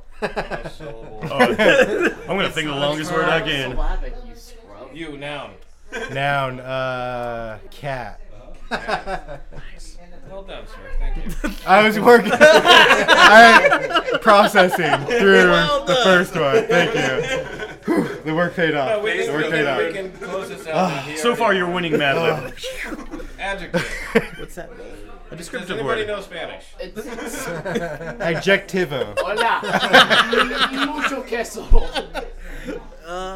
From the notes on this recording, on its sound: Recorded live at the Ol' Woofie holiday party.